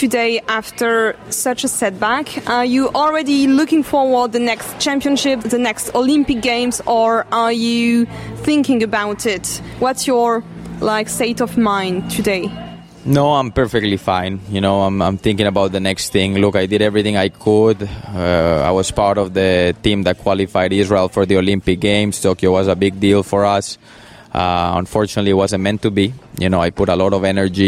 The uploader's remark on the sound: This episode was recorded in July, during Chantilly Rolex 5* show.